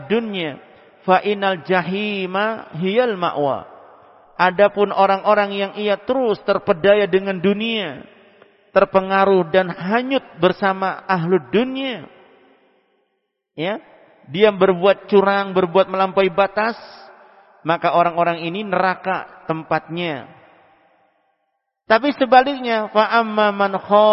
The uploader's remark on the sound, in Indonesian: Tempat: Masjid Ma'had Darussunnah Jeneponto.